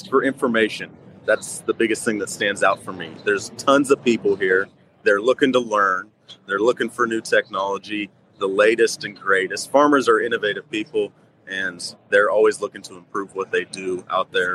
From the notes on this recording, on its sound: Live from Commodity Classic - Day 2! Live show 9:00 am.